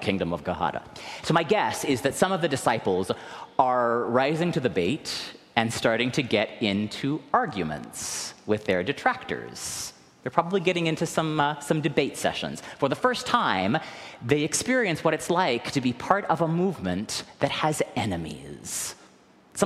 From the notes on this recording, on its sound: recorded live at the 10:00am service